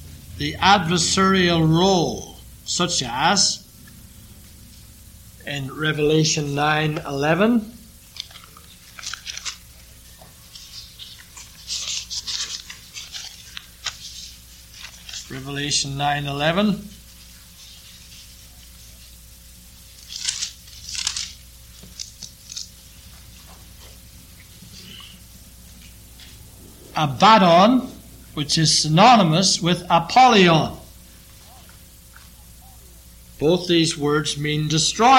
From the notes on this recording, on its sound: This sermon was preached during the evening sermon